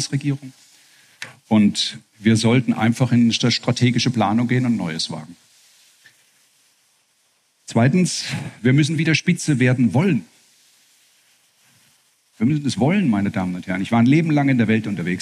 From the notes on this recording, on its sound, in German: Bei seinem Auftritt in Mannheim auf Einladung des „Mannheimer Morgen“ und der Reiss-Engelhorn-Museen